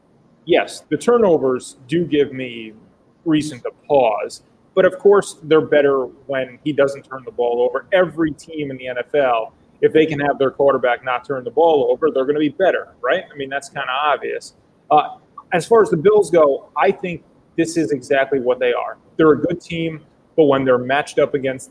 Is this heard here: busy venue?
yes